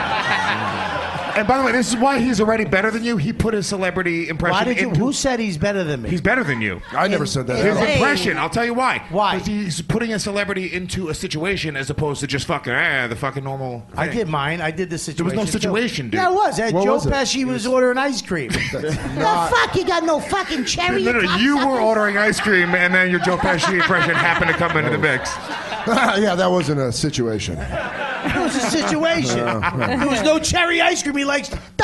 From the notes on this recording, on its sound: It's a special live edition recorded at the Village Underground Lounge!